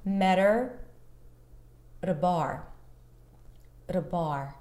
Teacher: notice I reduced the her into er